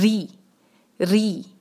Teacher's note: री जो है बहुत ध्यान रखिएगा क्योंकि इसका जो कसरा है वो आसानी से मोटा हो जाता है क्योंकि मुश्किल लेटर है री री।